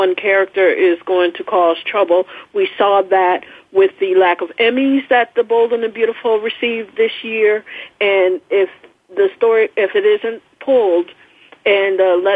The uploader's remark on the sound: An hour of fan calls. On the Voice America Talk Radio Network.